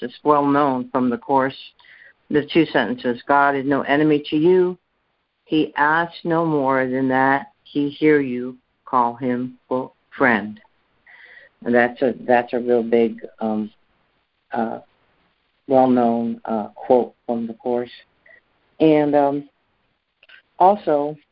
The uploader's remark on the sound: ACIM Daily Conference Call